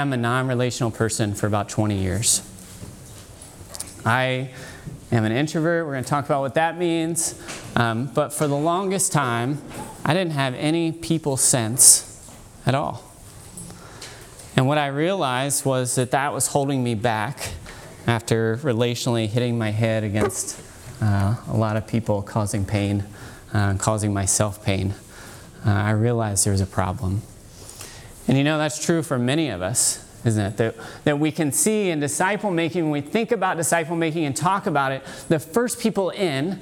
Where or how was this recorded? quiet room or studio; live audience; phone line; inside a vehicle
live audience